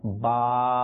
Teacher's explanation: কিছু হরফ যে ঠোঁট থেকে উচ্চারণ হয় তার মধ্যে একটি হরফ হচ্ছে বা